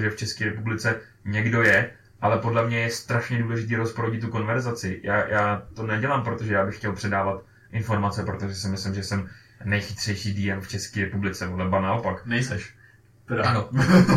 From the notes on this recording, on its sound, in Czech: Zároveň bychom chtěli upozornit a omluvit se za zhoršenou kvalitu zvuku. Nezkontroloval správné zapojení mikrofonu a díl byl nahraný na špatný mikrofon.